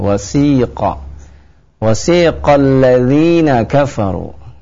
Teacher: dengan huruf dal dari ujung lisan dengan ujung gigi seri atas. Wasiqal ladzina kafaru ya, dipanjangkan karena bertemu dengan hamzah dan hukumnya jaiz munfasil.